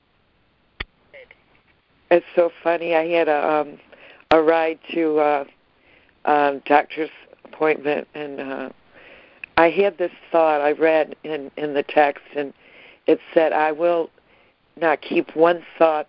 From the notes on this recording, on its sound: ACIM Daily Conference Call.